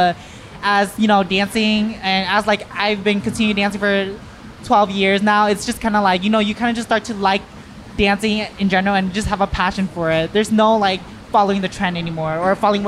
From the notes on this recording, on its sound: All these interviews were recorded at Hmongtown Marketplace in St. This was recorded during a busy time at the market, so there is a bit of background noise. We gave each of them a mic.